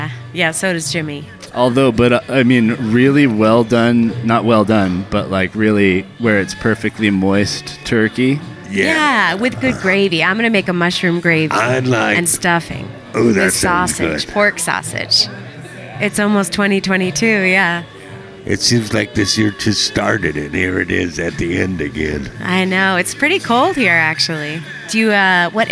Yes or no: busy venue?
yes